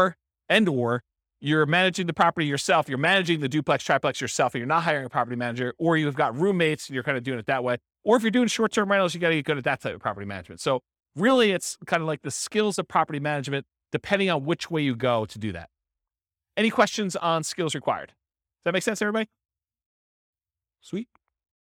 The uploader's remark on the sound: This was a live class recorded